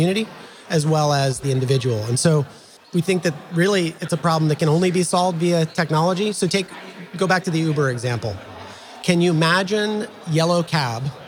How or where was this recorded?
busy venue